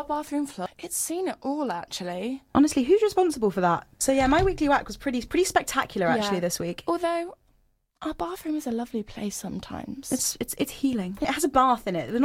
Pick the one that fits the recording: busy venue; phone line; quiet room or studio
quiet room or studio